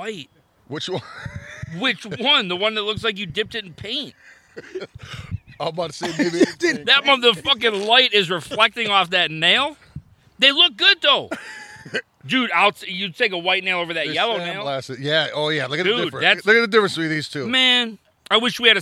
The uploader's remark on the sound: Live from the poolside, it's the Second Palcast Pool Party!